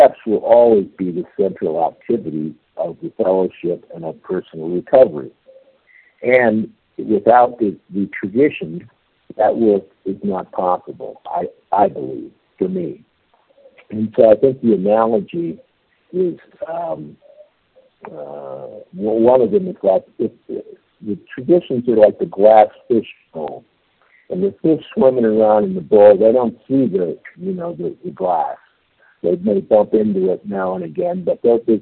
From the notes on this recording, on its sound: 100 Pounders Phone Meeting